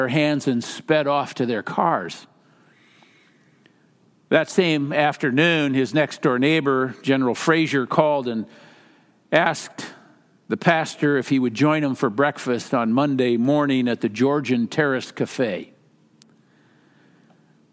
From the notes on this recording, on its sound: Message is delivered during the Traditional Worship service.